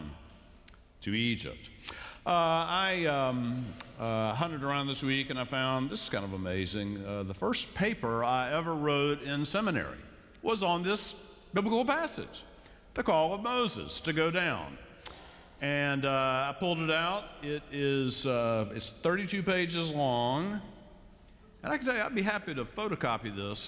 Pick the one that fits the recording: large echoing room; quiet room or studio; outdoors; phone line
large echoing room